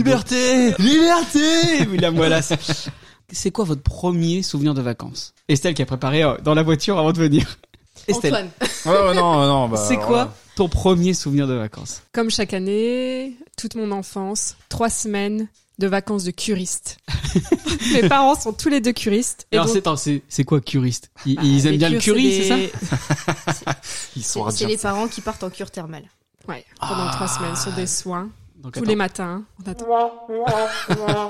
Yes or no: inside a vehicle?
no